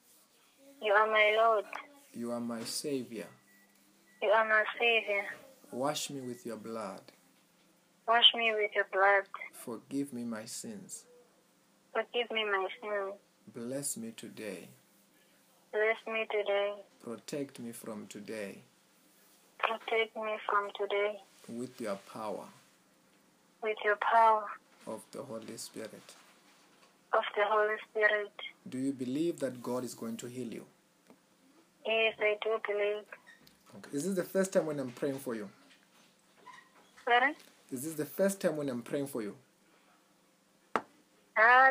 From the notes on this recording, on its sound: Healing over the phone in cape Town.